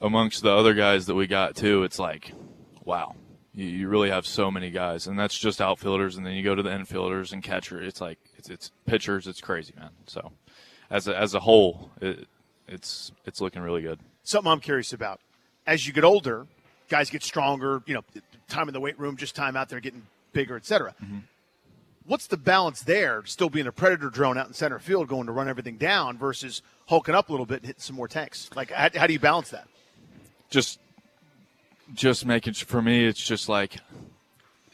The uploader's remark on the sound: Live from the home of the Bowie Baysox as the Harrisburg Senators are in town for a week long series.